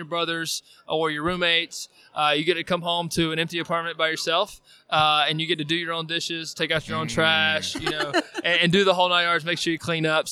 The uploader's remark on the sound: on Super Bowl LIV Radio Row